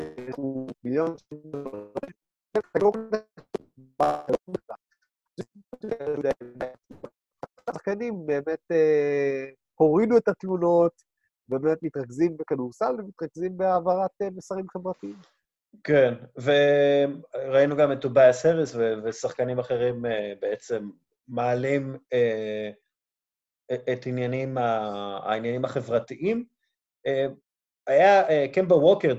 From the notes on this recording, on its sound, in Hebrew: הפרק הוקלט בתוכנת זום ויש כמה רגעים של סאונד בעייתי